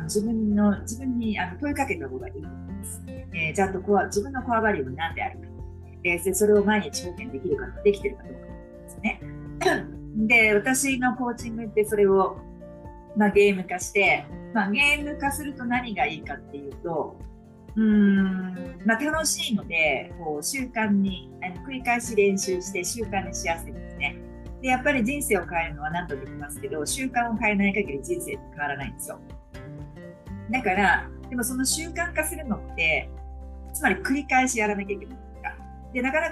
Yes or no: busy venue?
no